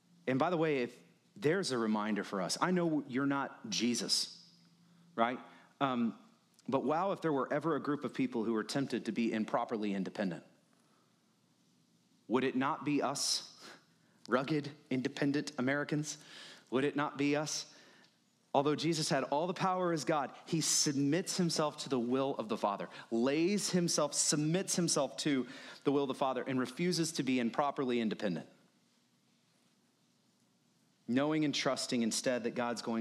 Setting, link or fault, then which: setting, large echoing room